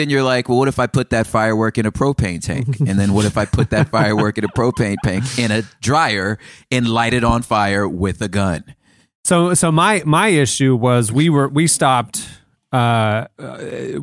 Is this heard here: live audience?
no